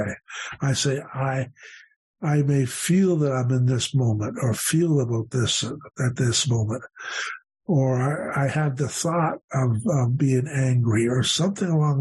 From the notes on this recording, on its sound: The Broken Elevator zoom meeting held at the end of February 2023